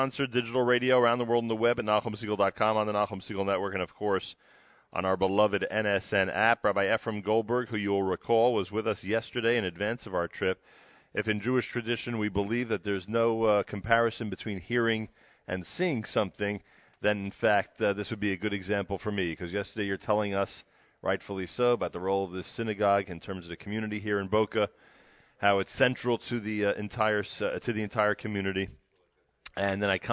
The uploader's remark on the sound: Live from the Boca Raton Synagogue.